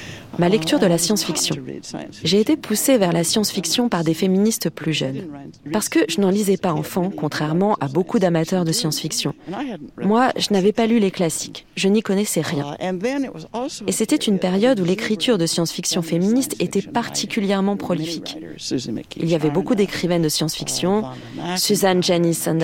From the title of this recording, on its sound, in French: sous un arbre